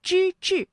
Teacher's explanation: 这两个字啊都是翘舌音，它们的声母都是之